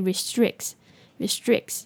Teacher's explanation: 但是呢, 念得快的话, T 呢, 可以省略掉